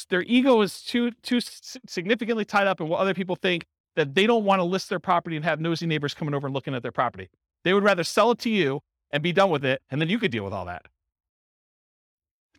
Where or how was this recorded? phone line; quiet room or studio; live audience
live audience